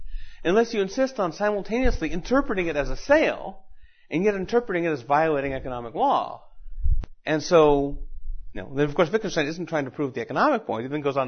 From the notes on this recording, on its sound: Recorded at Mises University 2010.